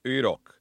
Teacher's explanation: that guttural K that doesn't have any English equivalent. And you'd start it with an ayin, an H-like sound that's pronounced even farther back in the throat.